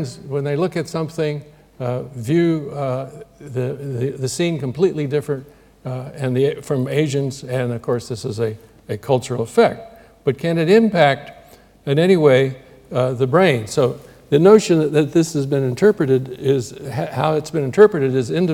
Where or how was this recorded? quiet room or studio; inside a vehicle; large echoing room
large echoing room